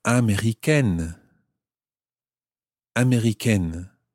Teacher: Now in this situation, the E on the end of Américain takes away the nasal sound of Américain and it becomes Américaine.